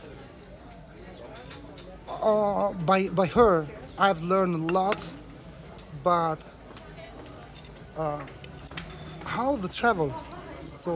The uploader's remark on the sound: In the early morning 6:30am sunrise while listening to the morning tolling bells. The square was empty, waiting to be filled with residence and tourists - mostly tourists. Record our conversation while sitting outside of a cafe that is his go-to.